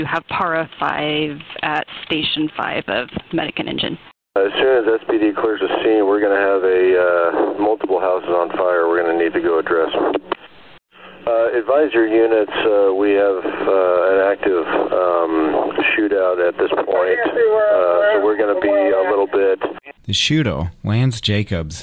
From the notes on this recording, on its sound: Recordings from 911 dispatchers detail a shooter's ambush of firefighters responding to an Oct.